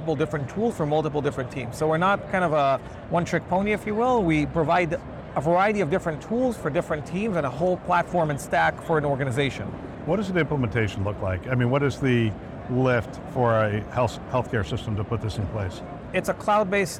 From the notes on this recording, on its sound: an Interview in Action live from HIMSS 2023